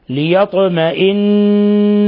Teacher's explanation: الغنة باقية وصلا ووقفا لأن النون مشددة، مشددة تشديد لازم، يعني لا تشدد للوقف ولا للوصل، هي مشددة وتشديدها جزء لا يتجزأ منها، ولهذا من وقف عليها بالتخفيف فقد أذهب نونا وأسقط نونا. · Term: حرف غنة مشدد